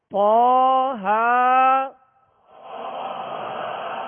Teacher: طہ کو پر پڑھیں گے، حروف مستعلیہ میں سے ہے